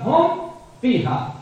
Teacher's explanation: أشد أظهارا عند الفاء والواو لقرب مخرجها من مخرجهم · Term: أشد إظهارا